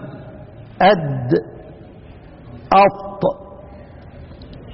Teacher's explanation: النطعية الطاء والدال والتاء، لأنها تبدأ من النطع وهو الغار الأعلى من الفم